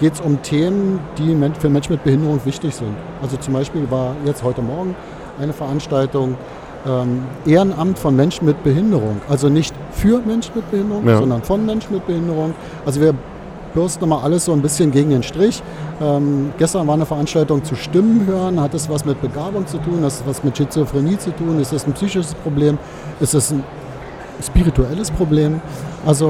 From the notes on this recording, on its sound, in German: live im Radio auf dem Kirchentag